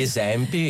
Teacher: Che la seconda vocale sì, è aperta. · Term: vocale è aperta